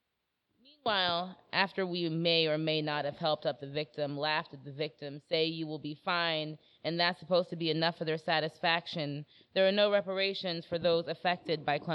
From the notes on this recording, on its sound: Our August 3rd 2019 live show